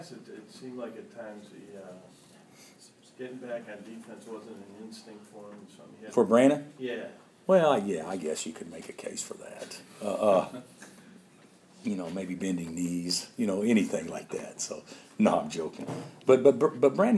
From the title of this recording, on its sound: Press Conferences & Post-Game Interviews